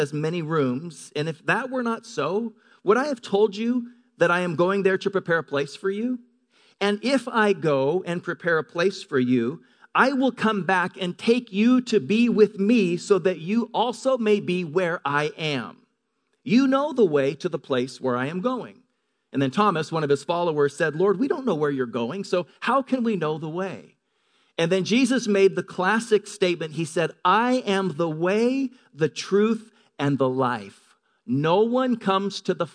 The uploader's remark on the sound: Delivered on 1 April 2018 at Grace Church of La Verne . Delivered on 1 April 2018 at Grace Church of La Verne .